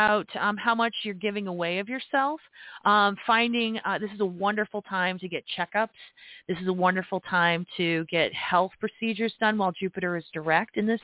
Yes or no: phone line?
yes